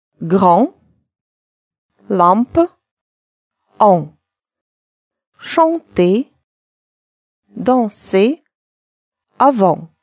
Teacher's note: Перед буквами «м» или «н» может стоять либо буква «а», либо буква «ё». Напоминаю, «н», «м» не читаются, а буквы обе, и та, и другая, будут произноситься как «а» носовая.